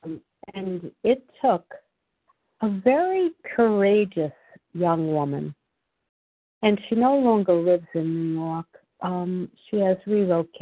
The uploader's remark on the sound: 100 Pounders Phone Meeting